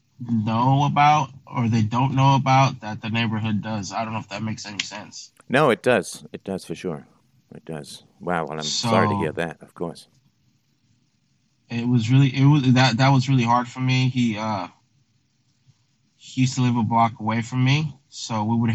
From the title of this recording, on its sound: Freedomain Call